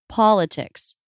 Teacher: Stress is on the first syllable. But actually, the third syllable has secondary stress.